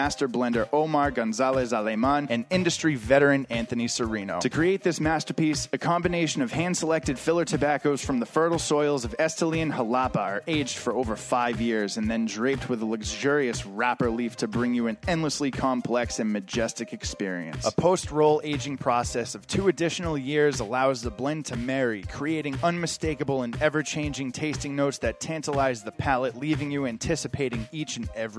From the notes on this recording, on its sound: Live from Two Guys Smoke Shop in Salem, NH